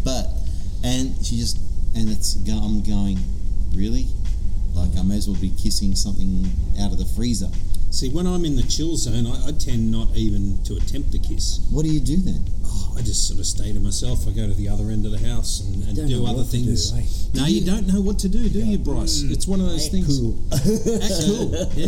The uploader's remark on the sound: recording live from the Brighton Lakes Recreation & Golf Club in Moorebank.